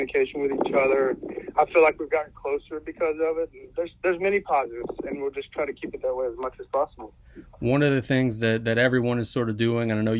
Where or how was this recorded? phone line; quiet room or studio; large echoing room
phone line